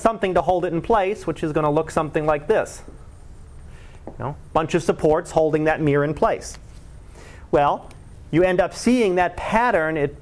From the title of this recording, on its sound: Live Class Lecture